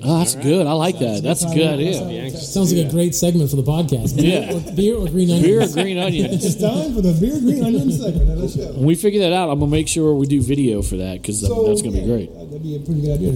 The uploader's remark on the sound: It's a Micro-Episode from Rally Cap Brewing in Baton Rouge